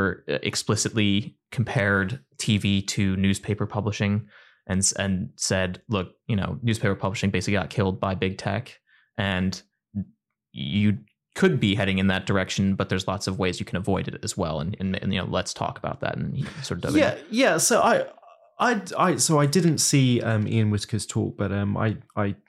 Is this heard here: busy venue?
no